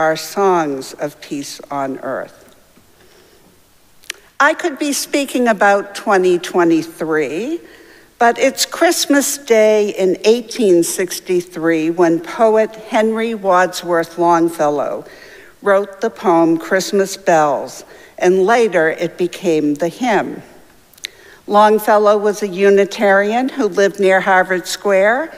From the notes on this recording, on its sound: Recorded live at Arlington Street Church, Sunday, December 31, 2023.